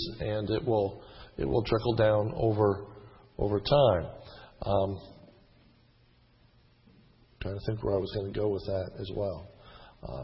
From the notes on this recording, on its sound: This sermon was recorded on 5/09/10 in the evening service.